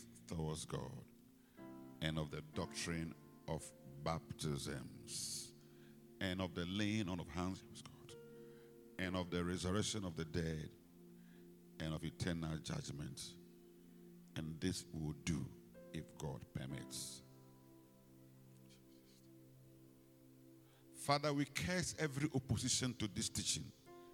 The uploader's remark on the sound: Preached at the Rose of Sharon Cathedral, Catch the Anointing Centre Denominations, LA - Accra